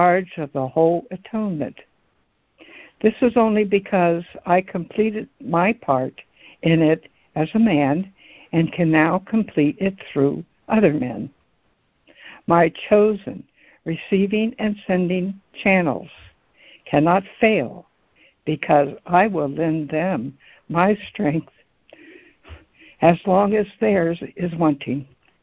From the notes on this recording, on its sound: ACIM Daily Conference Call.